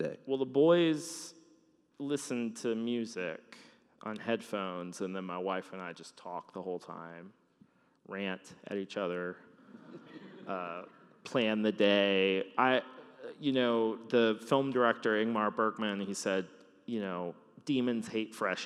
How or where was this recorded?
live audience